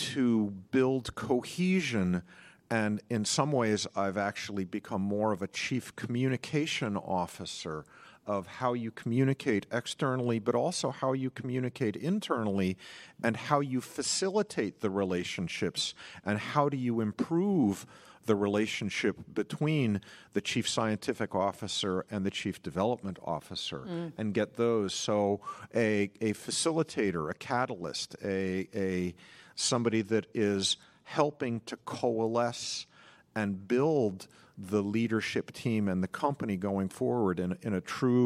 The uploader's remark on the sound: In this session recorded at CMO Summit 2021.